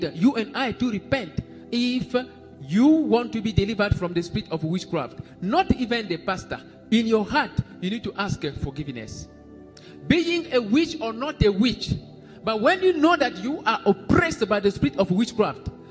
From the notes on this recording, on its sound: SUNDAY LIVE SERVICE